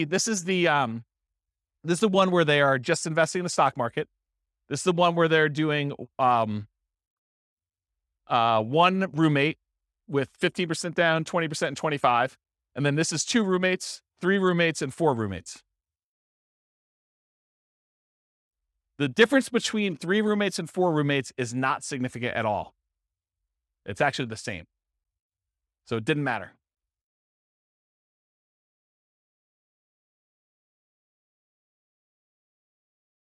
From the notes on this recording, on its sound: This was a live class recorded.